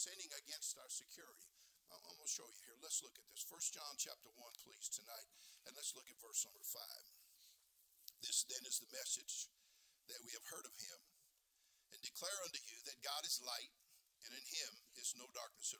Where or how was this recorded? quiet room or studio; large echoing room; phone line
large echoing room